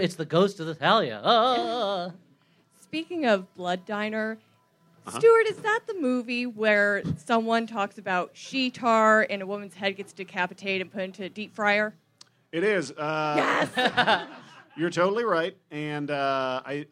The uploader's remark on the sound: The Flop House Q&A at VVFD 2017 (MaxFunDrive 2017). Recorded live from Very Very Fun Day in Chicago at Thalia Hall.